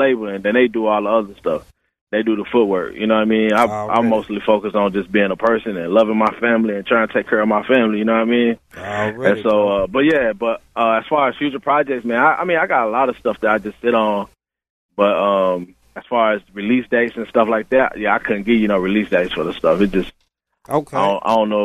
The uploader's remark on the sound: phone interview